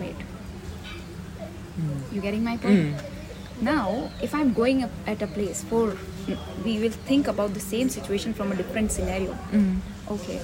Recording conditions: sounds in the background